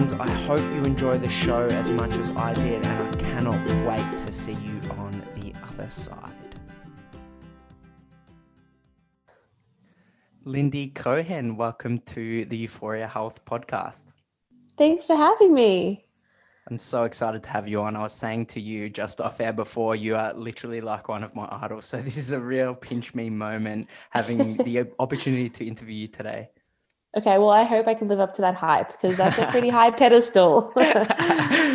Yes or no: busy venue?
no